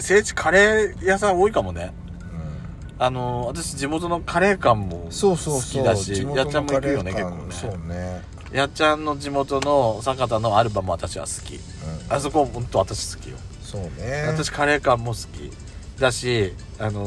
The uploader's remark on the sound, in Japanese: パーキング収録